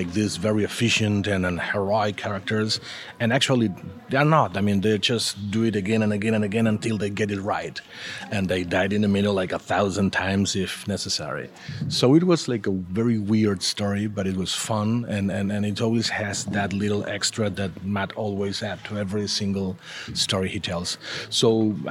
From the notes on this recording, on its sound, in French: interview au Festival International de la BD d’Angoulême